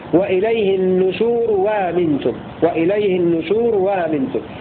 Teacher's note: يبدل الهمزة الأولى واوا حالة وصلها بما قبلها، وإليه النشور وامنتم، وإليه النشور وامنتم بعد تسهيل الهمزة الثانية مطلقا.